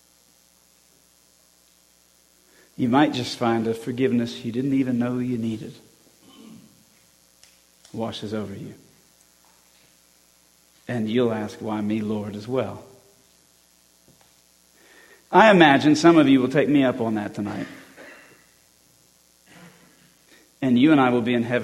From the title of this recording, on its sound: Christian Men's Conference 2020 Talk 4